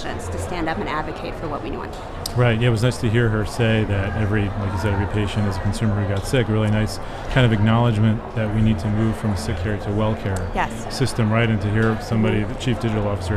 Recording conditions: busy venue